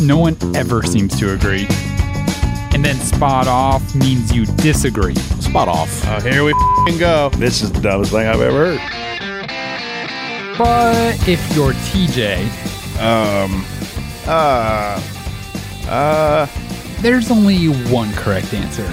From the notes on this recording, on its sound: fans call